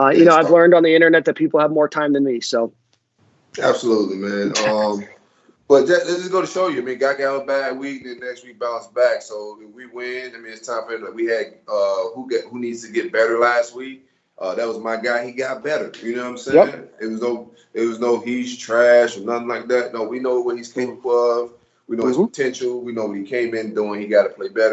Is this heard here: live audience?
no